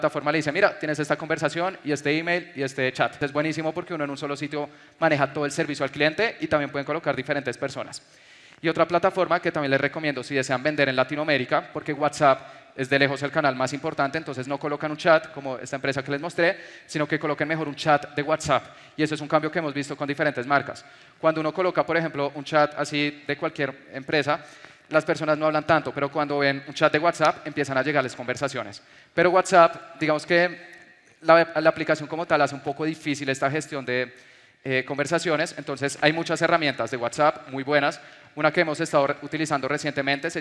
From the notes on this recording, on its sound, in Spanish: Te comparto la grabación de una conferencia que di en Medellín.